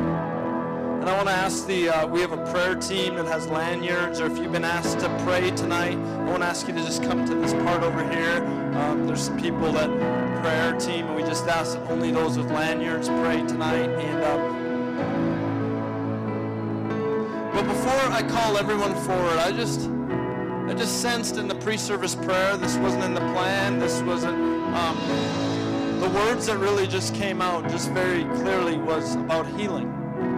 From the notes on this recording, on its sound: shares a message on Nov 12, 2016 at Resurgence Edmonton.